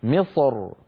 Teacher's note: الراء لما نقف على مصر تكون ساكنة، وقبلها حرف استعلاء ساكن، وقبل حرف الاستعلاء الساكن كسرة. فبعض العرب كان إذا وقف على مصر يفخم الراء من أجل الصاد المستعلية قبلها فيقول مصر، وبعض العرب كان إذا وقف رقق الراء فيقول مصر مصر، فيرقق الراء من أجل الكسرة التي على الميم.